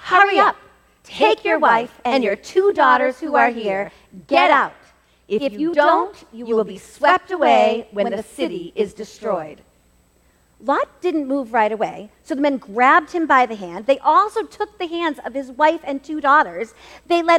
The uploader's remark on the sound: This episode was recorded LIVE at the First Baptist Church in Reading, MA. Every once in a while, we get the opportunity to present a Hymn Talk Twin Talk message during a worship service.